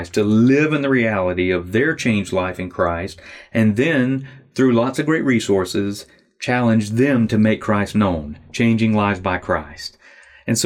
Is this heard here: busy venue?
no